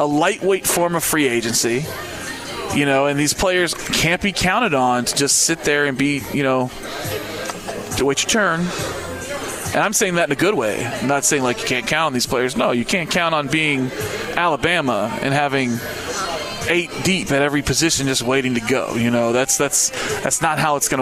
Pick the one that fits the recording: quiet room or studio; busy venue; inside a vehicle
busy venue